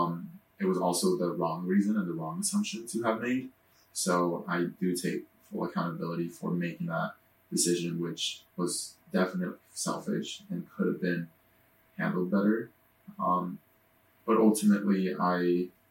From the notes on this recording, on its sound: Unfortunately, the audio file for this episode got corrupted so we are forced to use our backup. Please excuse the poor audio quality. You will also notice we re-recorded certain parts to better reflect our feelings on the situation.